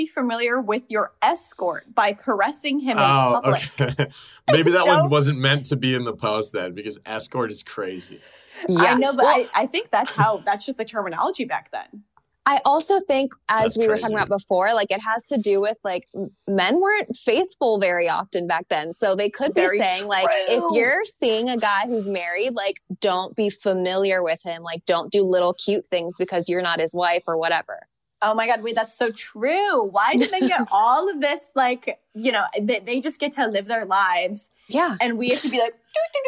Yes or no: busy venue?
no